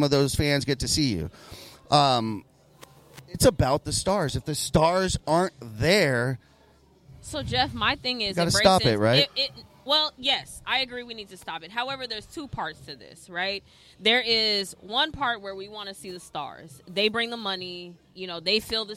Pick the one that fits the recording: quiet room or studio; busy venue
busy venue